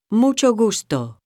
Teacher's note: the back of the tongue against the roof of the mouth does not completely close off the air. · Term: soft